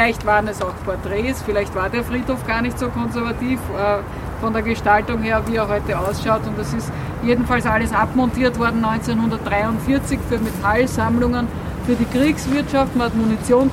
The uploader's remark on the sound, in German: Ist nun die gesamte aufgenommene Führung durch den jüdischen Friedhof Währing in Wien.